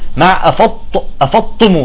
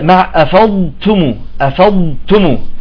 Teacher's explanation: لا يوجد إدغام بين الضاد والتاء · Shown in: second take